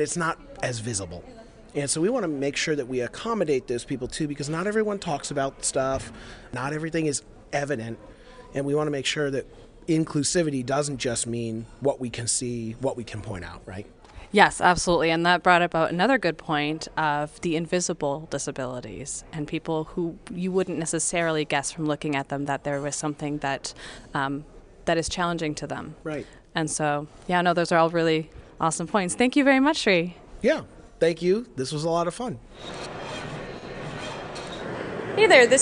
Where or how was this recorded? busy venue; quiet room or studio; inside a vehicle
busy venue